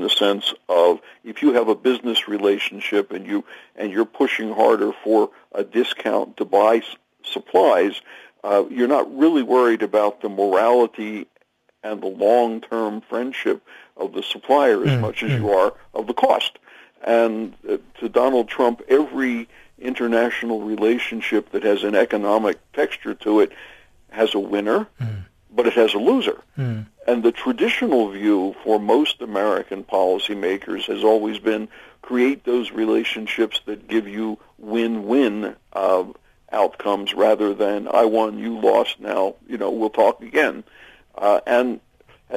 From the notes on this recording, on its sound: we are joined on the line